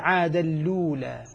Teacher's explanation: فورش ينقل حركة الهمزة إلى اللام، يلقيها على اللام ويحذف الهمزة فتصبح عاد اللولا، ويدغم اللولة. · Term: النقل